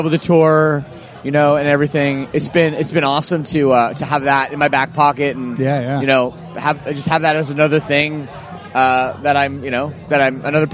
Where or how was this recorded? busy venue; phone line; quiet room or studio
busy venue